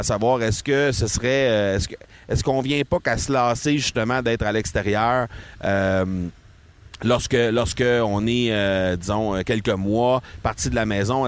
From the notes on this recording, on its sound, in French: Je suis présentement sur la plage près de Cancún, les deux pieds dans le sable et j'enregistre avec mon micro MV88 de Shure, pour que vous puissiez entendre les sons ambiants volontairement.